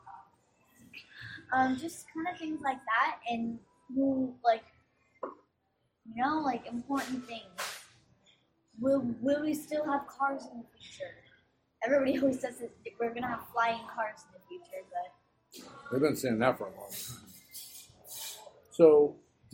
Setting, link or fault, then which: fault, poor sound quality